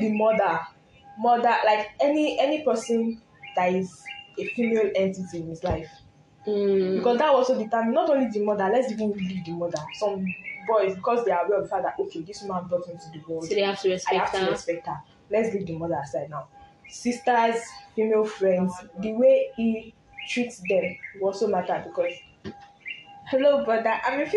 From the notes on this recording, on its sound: We recorded this episode in a village so you might be hearing chicken sounds.